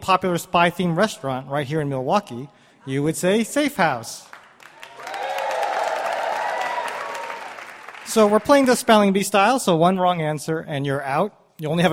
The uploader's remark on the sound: Recorded at Milwaukee's Pabst Theater